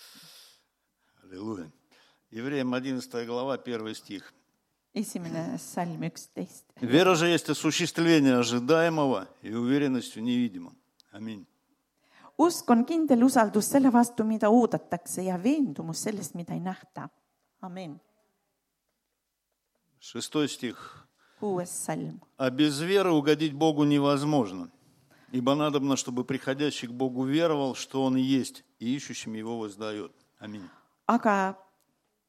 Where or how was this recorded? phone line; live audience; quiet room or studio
live audience